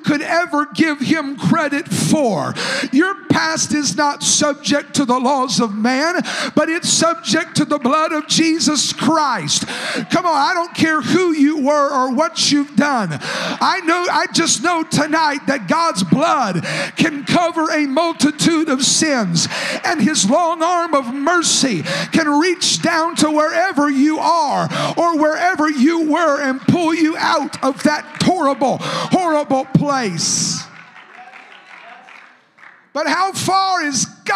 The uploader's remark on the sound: a service recording from Connect Point UPC